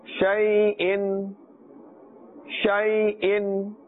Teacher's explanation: Don't stretch the sound of the letter sheen and say shay, shay.